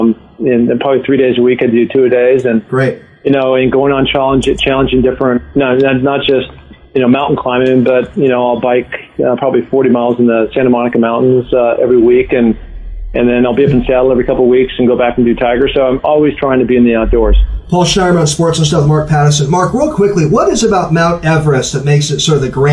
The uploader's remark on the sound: on the phone